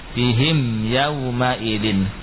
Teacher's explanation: Membaca mim dari makhrajnya dengan tidak menambahkan gunnah. Gunnahnya gunnah yang sekadarnya. · Term: idhar syafawi